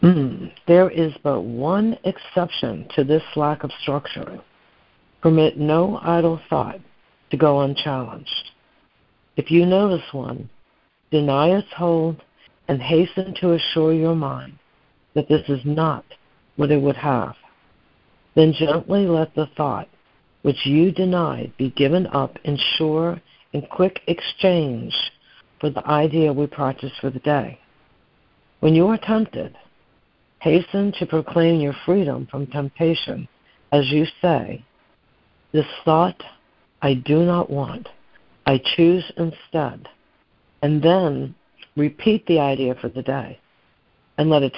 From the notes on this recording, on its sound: ACIM Daily Conference Call.